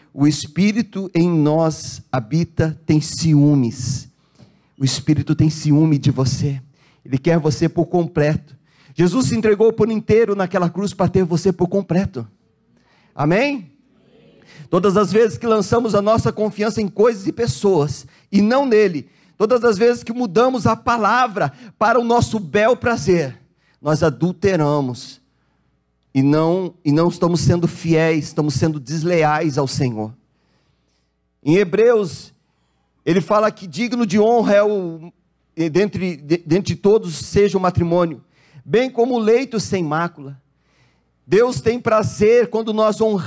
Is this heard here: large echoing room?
yes